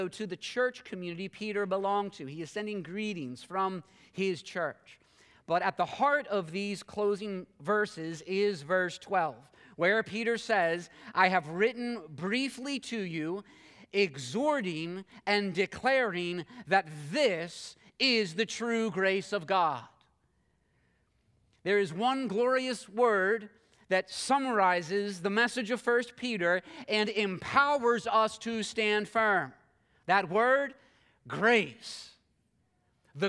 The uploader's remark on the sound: This message was preached at Covenant Fellowship Church on May 29, 2022.